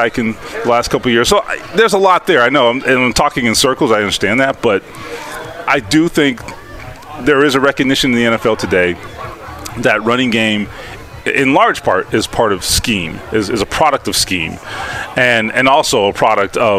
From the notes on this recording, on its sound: Join us at Colts Camp. Joins us at Colts camp.